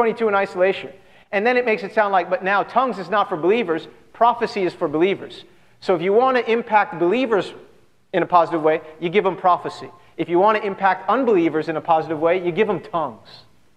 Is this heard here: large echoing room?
yes